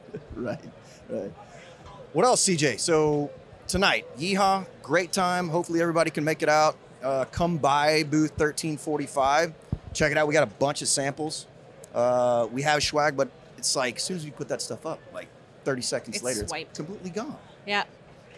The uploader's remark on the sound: LIVE from CBC. We're LIVE from the tradeshow floor at Craft Brewers Conference 2023 in Nashville!